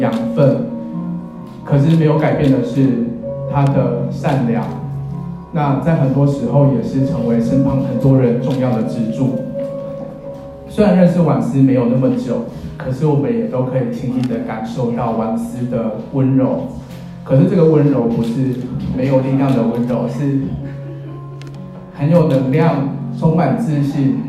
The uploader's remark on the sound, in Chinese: 第一次在教堂證婚。Ft.我愛的兩位新人和現場來賓。注意音量，以及因非專業錄音設備，還請見諒。